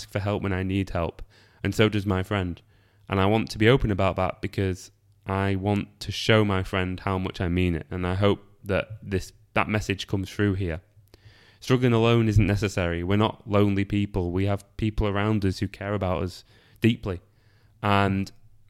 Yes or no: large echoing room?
no